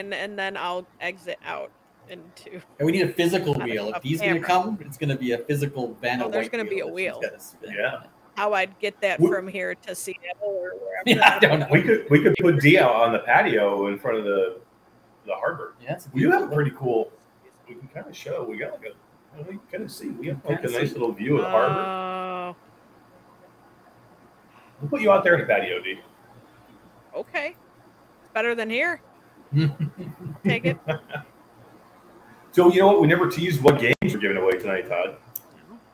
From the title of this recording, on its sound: Live from Pax West in Seattle